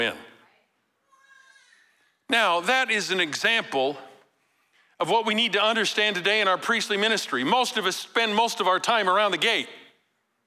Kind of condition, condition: setting, live audience